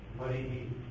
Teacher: Mari becomes Marihi. The I is echoed. · Term: echo letter